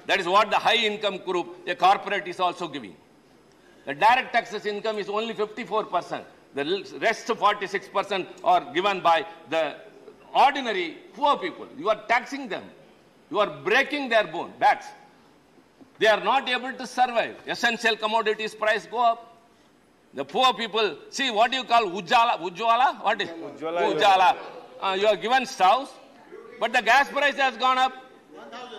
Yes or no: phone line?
no